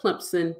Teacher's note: I say it with a P, but I spell it with an invisible P